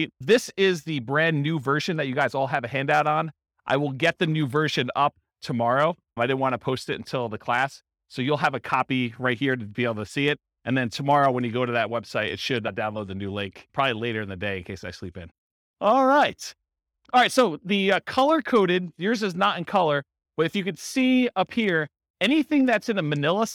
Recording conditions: live audience